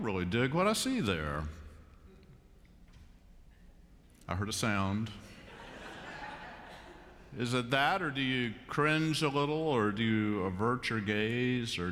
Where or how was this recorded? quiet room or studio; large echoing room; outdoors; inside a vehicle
large echoing room